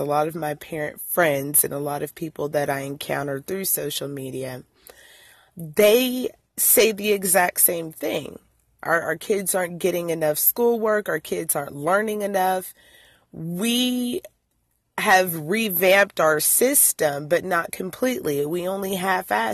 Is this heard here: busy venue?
no